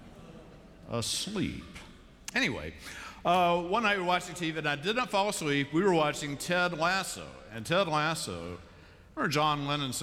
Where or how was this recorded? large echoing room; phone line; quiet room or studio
large echoing room